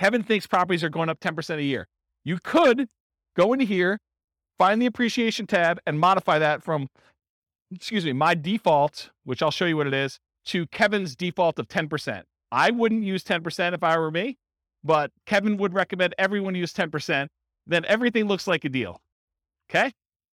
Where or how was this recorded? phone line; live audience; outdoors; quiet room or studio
live audience